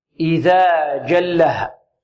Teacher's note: من الجيم والشين والياء من وسط ماذا؟ من وسط اللسان